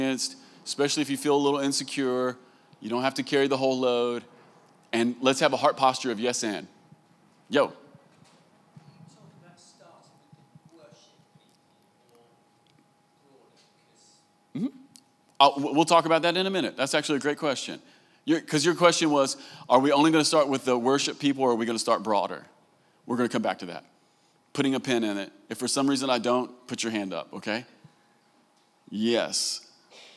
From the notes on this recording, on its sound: Recorded live at the Vineyard worship gathering "Come Holy Spirit" in June 2023.